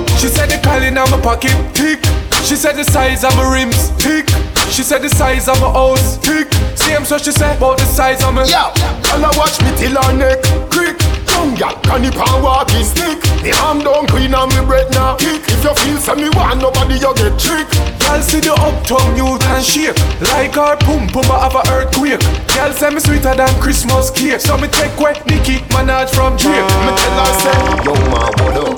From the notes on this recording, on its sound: Live audio recording of my set at island saturdays on june 11.